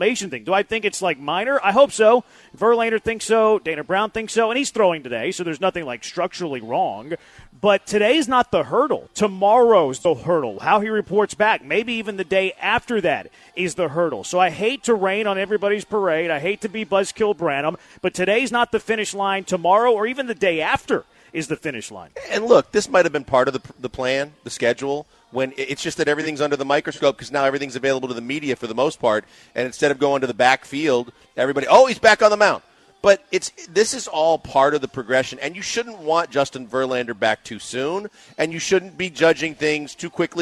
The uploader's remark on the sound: live from The Decoy